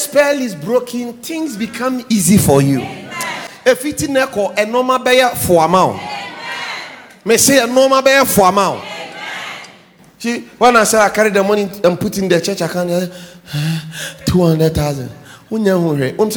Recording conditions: large echoing room